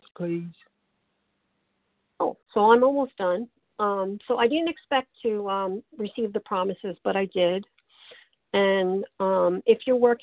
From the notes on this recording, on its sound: qualification from the 100 Pounders Phone Meeting